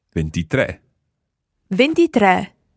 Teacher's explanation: When we're writing that one, we need to put an accent on the E sound at the end because it's got the stress on it